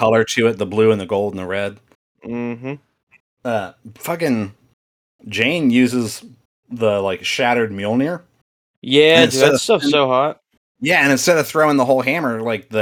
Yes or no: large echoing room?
no